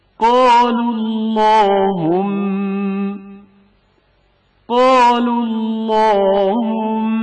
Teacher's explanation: لفظ اللہم میں موجود لام تفخیم کیا جائے گا کیونکہ اس سے قبل پیش موجود ہے